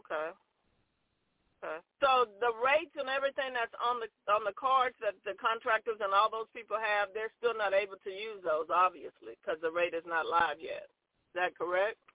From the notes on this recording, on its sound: TNTSuperfantastic Conference Call.